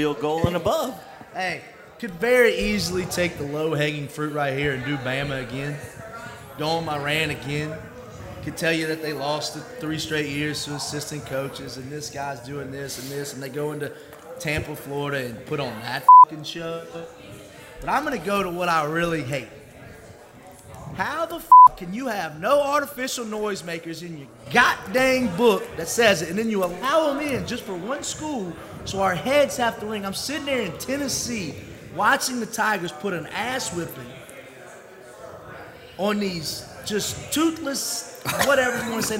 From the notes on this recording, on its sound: Recorded LIVE from Society American Nosherie on the Downtown Square in Lawrenceburg, TN.